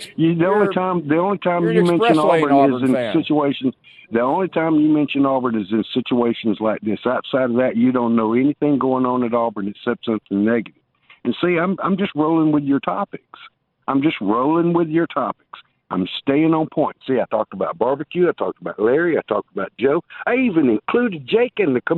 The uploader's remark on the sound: We wrap the show up with an hour of your phone calls